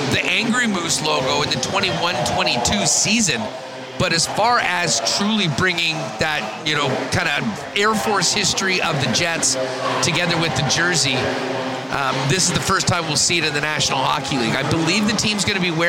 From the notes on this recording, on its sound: WST LIVE at Fan Fest 2023. They are live from the hockey for all centre for Day 3 of Winnipeg Jets Training Camp for Winnipeg Jets fan fest.